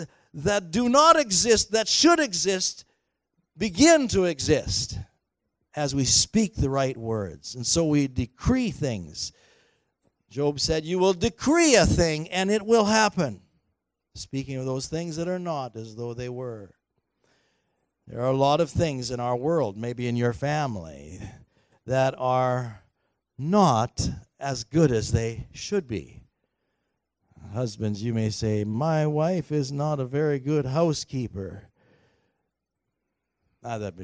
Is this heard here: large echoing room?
yes